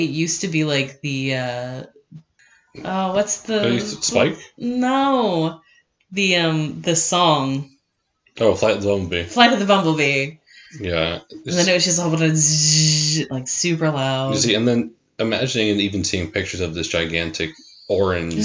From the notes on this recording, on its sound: We know audio got kinda screwy with this one, the incorrect microphone was being utilized.